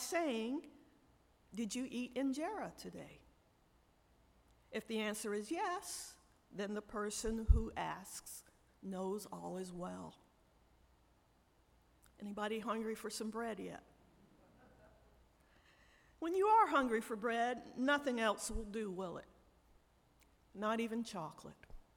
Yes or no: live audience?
yes